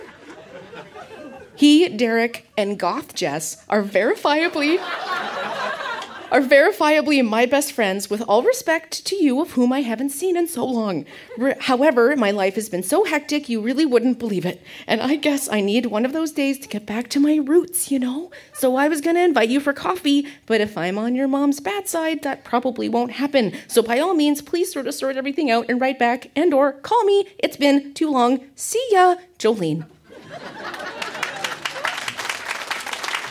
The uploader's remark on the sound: Recorded live at the Kingston Canadian Film Festival. Kingston, Ontario event.